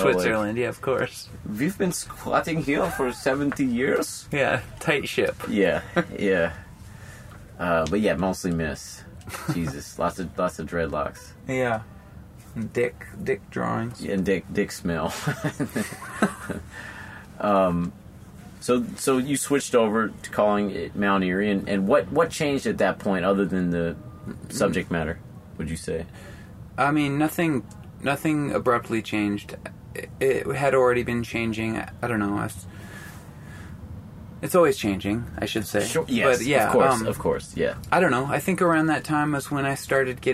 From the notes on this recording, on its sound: Outside of Neumo's rock club in Seattle. Tour van.